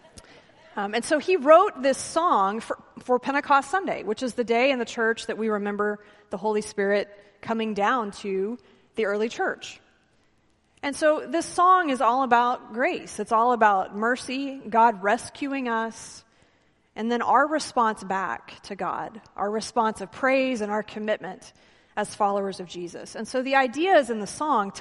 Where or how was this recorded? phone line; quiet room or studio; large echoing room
large echoing room